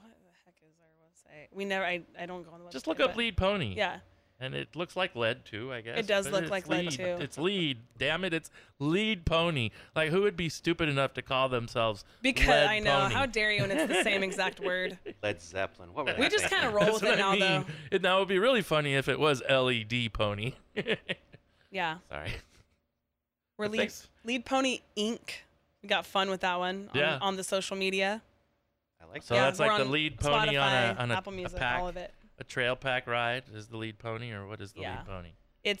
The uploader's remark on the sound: At the Casbah San Diego.